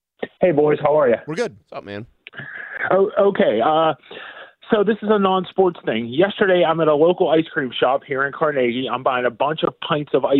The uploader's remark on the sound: Callers chimed in with their best Pittsburgh sports artifacts. Open Phone Friday.